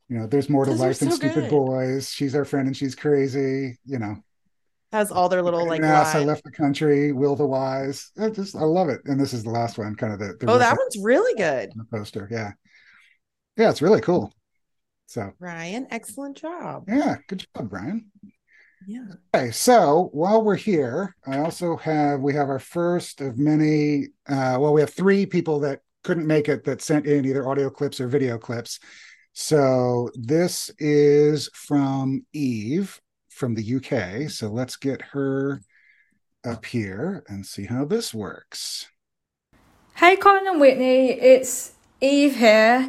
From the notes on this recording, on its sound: Zoom with the Scoopers. Hosting a Zoom call with some of our trusty Scoopers!